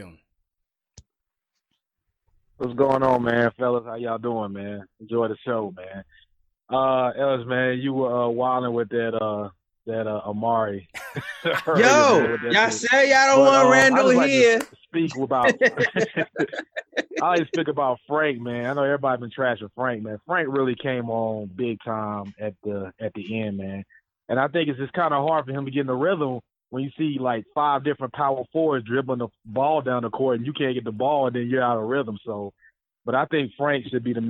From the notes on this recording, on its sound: They also take live phone call reactions from fans around the world.